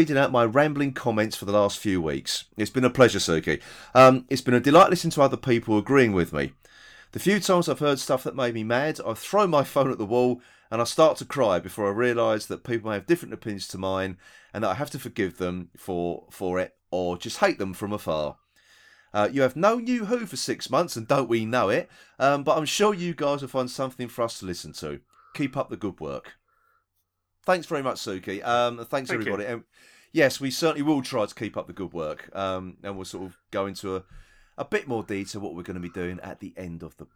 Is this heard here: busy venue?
no